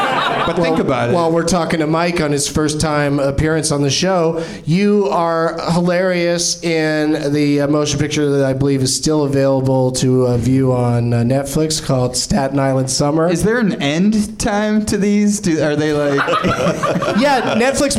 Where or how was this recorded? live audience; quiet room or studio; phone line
live audience